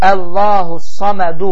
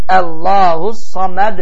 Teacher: Allahus samədu əvəzinə Allahus saməd deyə tələffüz edir. · Shown in: second take